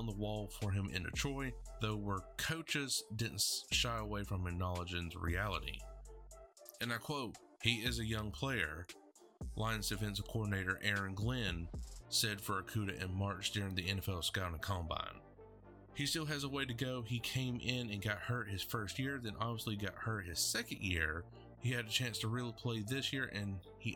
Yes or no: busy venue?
no